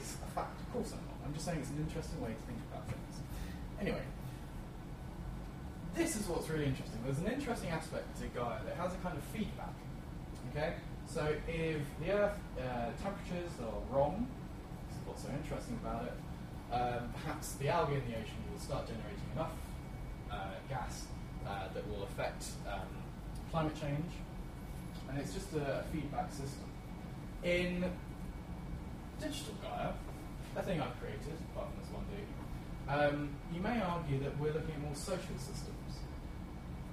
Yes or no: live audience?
yes